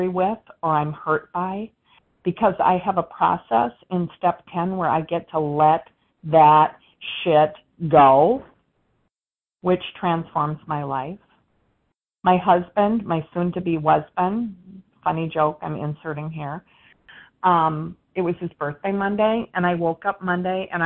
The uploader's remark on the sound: 100 Pounders Phone Meeting